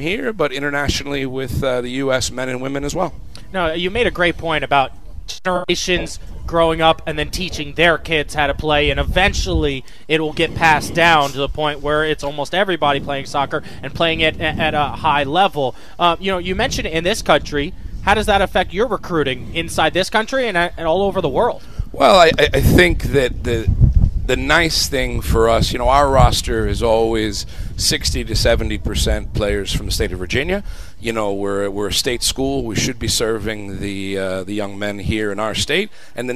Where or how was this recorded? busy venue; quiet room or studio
busy venue